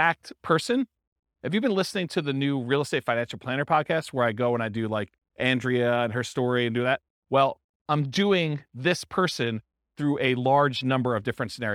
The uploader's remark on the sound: This was a live class recorded